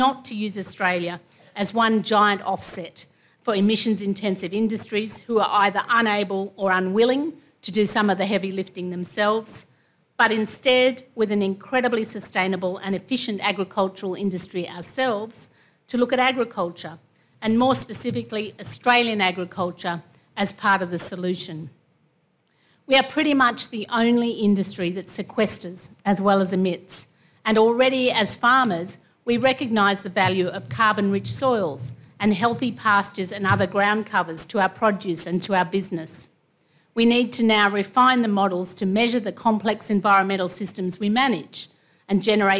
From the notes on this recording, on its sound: delivers the keynote address at the 2022 Nuffield Awards Gala dinner